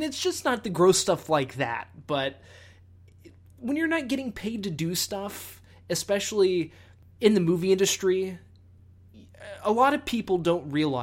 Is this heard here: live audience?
no